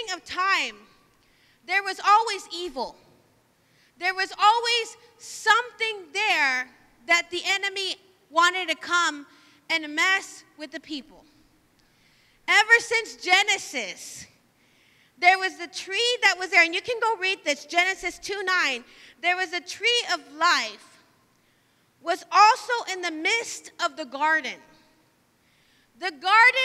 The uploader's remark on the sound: live from Emerging Streams Apostolic Center